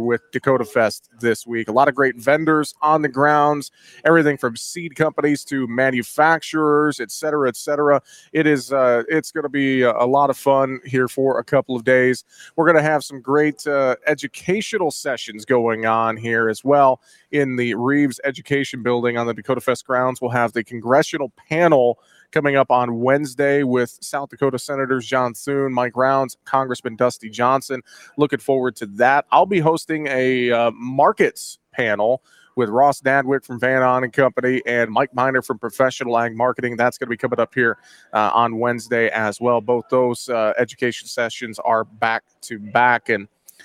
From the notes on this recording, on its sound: we broadcast live from Day 1 of Dakotafest in Mitchell, SD